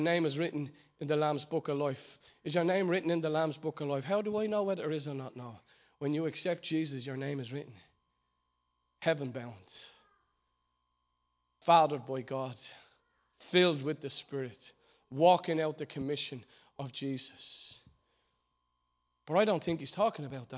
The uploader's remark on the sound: Recorded live at Liberty Church on 19th January 2020